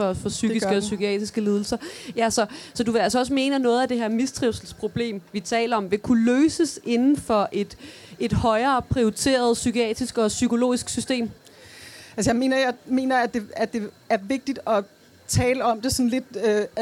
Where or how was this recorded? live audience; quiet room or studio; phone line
live audience